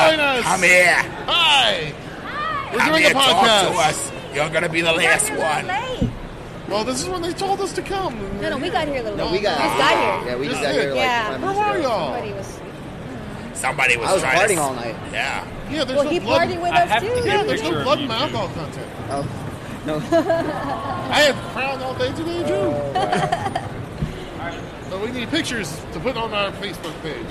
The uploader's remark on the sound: live at COMICPALOOZA from the con floor